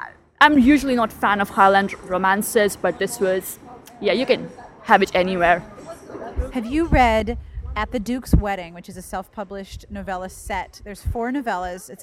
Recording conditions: busy venue